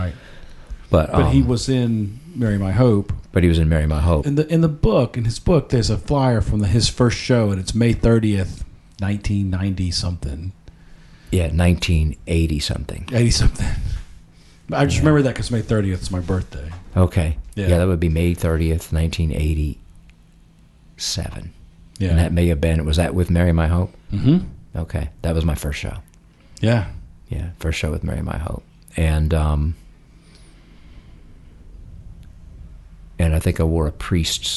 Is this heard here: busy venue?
no